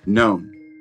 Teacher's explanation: You can say whatever you like, but most Americans will say known. So it's a diphthong, O-U, but it's one syllable.